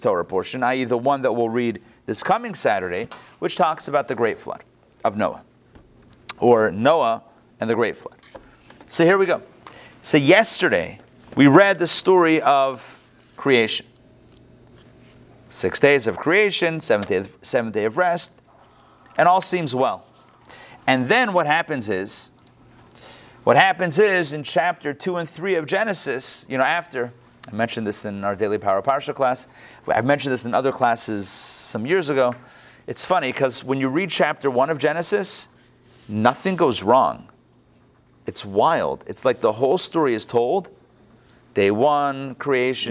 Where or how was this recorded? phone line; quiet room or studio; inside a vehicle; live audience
live audience